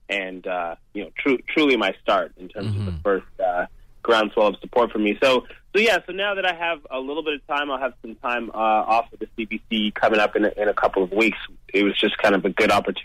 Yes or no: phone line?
yes